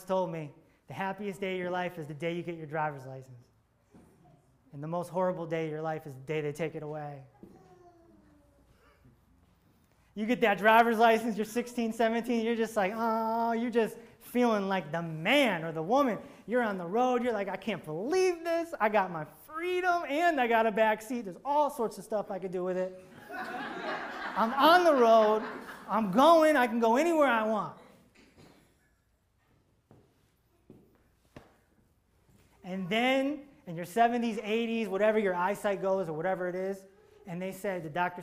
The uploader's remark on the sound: This episode is from a live seminar he did in front of 50 people at the BRIDGE Healing & Arts Center in Farmington, CT on May 8th 2019.